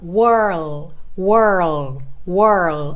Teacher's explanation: põe o L, língua lá no céu da boca